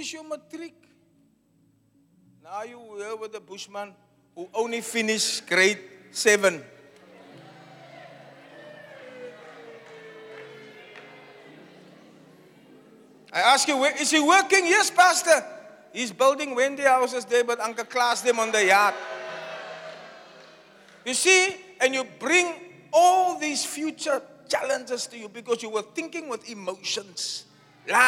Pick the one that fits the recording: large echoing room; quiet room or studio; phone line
large echoing room